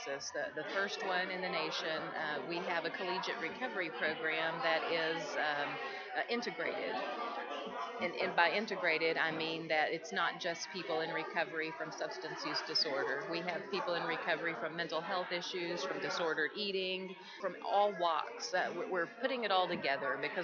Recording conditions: busy venue